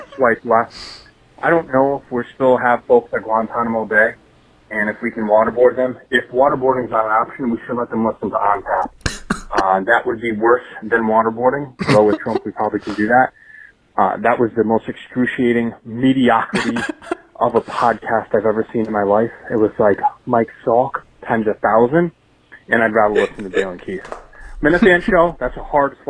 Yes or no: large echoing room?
no